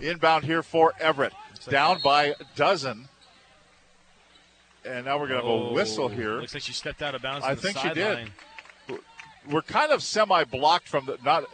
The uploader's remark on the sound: Live from Joe Richer Court at Everett High School